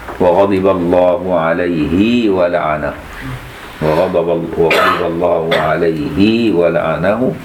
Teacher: وصلت الهاء بتاع ابن كثير طبعا